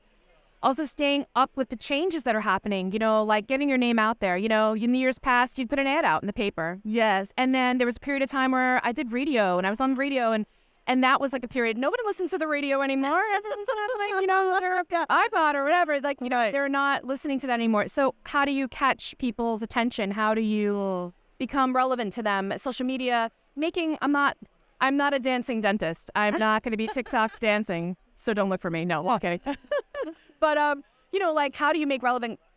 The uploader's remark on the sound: live from the AACD annual meeting in Grapevine, Texas